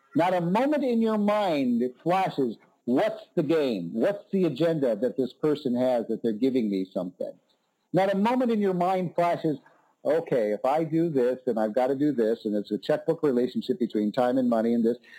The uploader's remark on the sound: Conference-call based classes. Making sure your phone battery has at least one-hour of life left. We record (then broadcast) our classes.